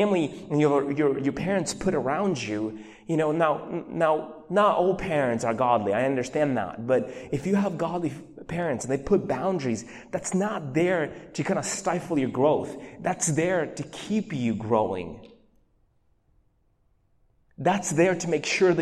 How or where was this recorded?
large echoing room